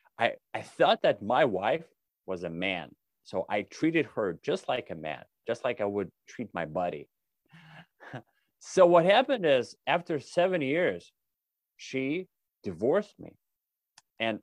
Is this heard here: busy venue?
no